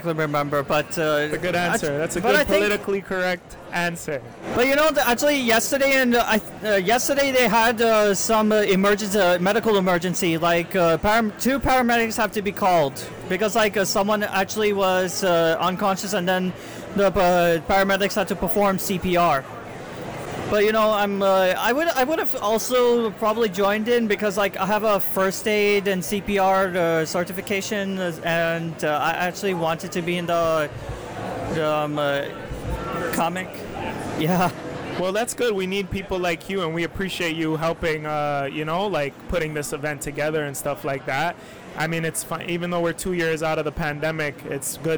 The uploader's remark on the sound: Event: FanExpo Canada. All while a bunch of background noise soothes us all!